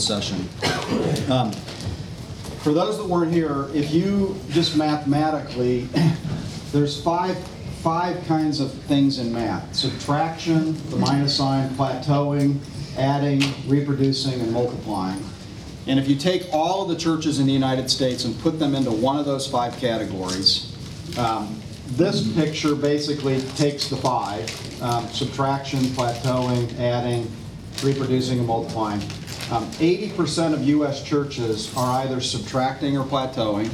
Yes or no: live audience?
yes